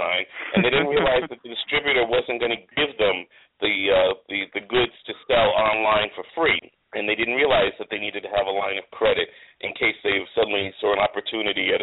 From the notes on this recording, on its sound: THIS WILL BE A LIVE CALL IN SHOW